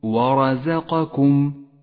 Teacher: الواو مرققة والراء مفخمة لأنها مفتوحة والزاي مرققة والقاف مفخمة والكاف مرققة · Term: صفات الحروف